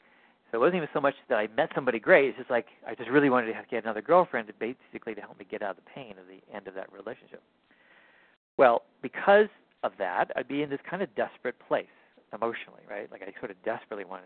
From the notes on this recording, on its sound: Finding Love Live Q&A Calls.